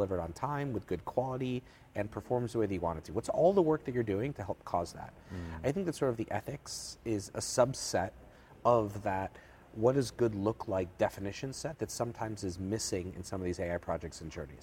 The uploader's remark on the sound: Live from InsureTech Connect Vegas. Live from InsureTech Connect Vegas.